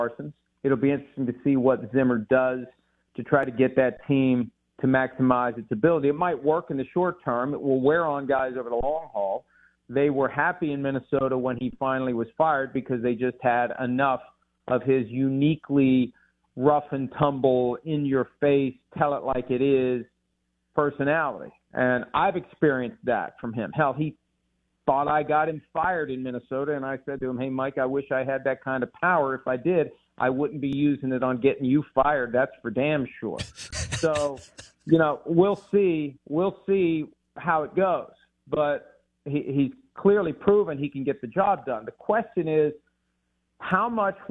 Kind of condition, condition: link, phone line